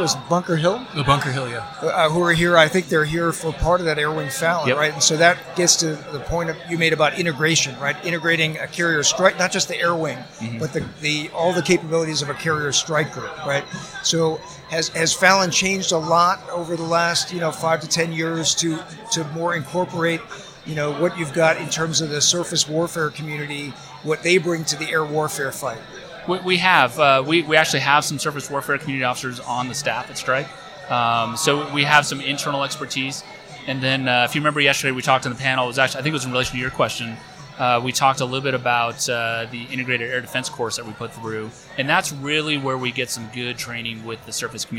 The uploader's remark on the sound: Live from Tailhook 2019